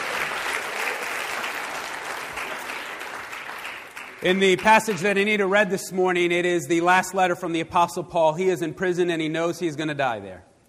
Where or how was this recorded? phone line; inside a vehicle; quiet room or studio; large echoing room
large echoing room